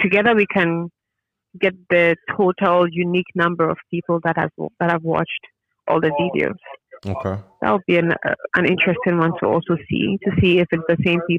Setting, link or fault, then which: link, phone line